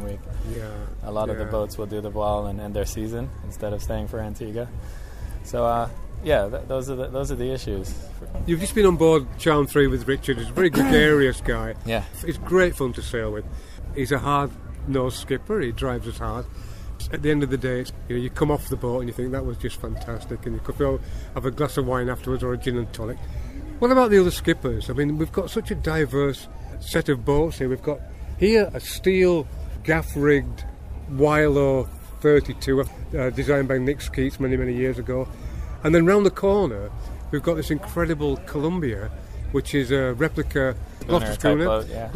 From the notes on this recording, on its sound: This month I take you aboard the 1928 50ft, 22-ton Alden Schooner Charm III as we race in the Antigua Classic Yacht Regatta